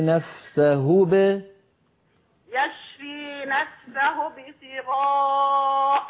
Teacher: انتبهي بس إلى الباء المقلقلة ألا تميل إلى الكسر